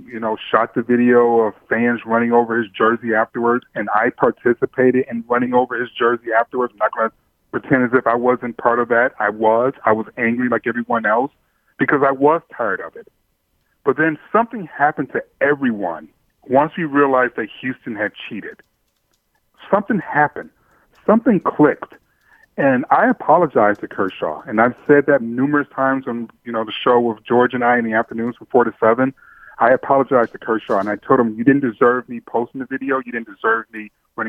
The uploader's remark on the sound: Opens up the phone lines and allows you to react.